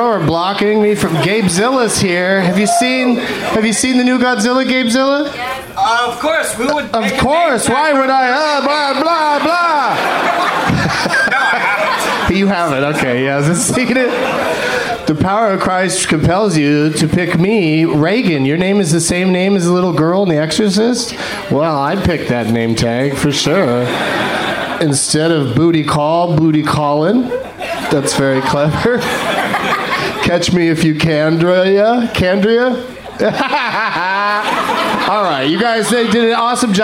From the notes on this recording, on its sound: Live from Cap City Comedy Club in Austin, TX